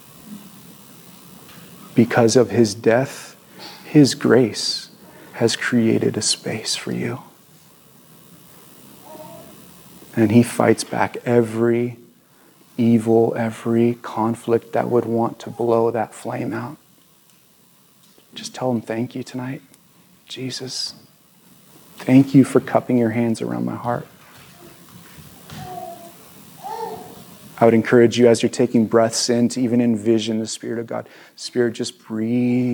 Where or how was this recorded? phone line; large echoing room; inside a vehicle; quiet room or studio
large echoing room